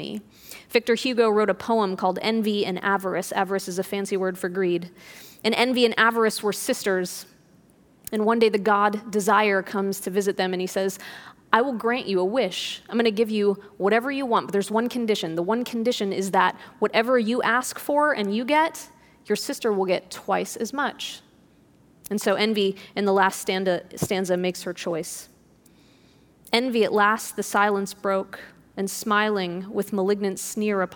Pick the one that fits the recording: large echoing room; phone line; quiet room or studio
large echoing room